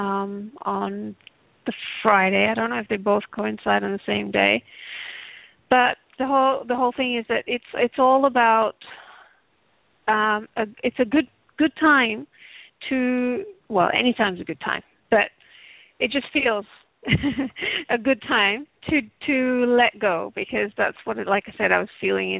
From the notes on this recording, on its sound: Takes your calls for healing live today!